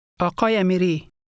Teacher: To say Mr., you add a linking sound to connect that word with the man's last name.